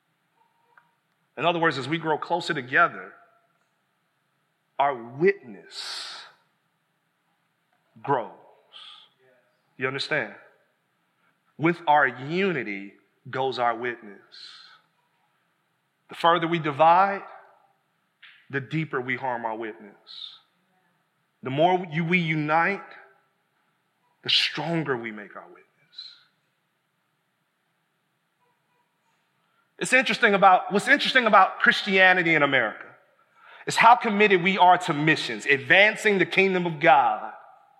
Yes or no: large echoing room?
yes